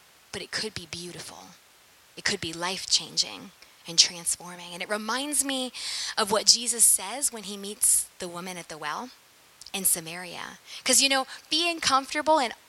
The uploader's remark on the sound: Sermon preached at St Peter the Fisherman, NSB on 19FEB2023.